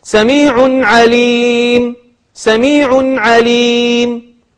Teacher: طيب أنواع التنوين الأخرى، سميع عليم، سميع عليم مثلا، أو عذابا أليم، عذاب أليم مثلا، تنوين بالضم أو تنوين بالكسر، هذا تقف عليه بالسكون